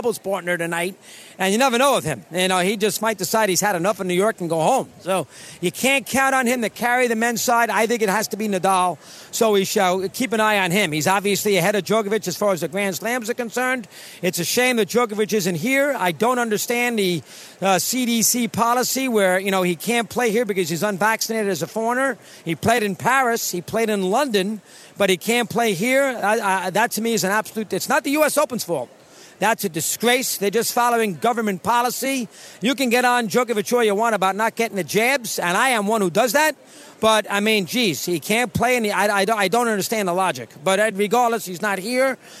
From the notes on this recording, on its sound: broadcasting LIVE from the opening day of the US Open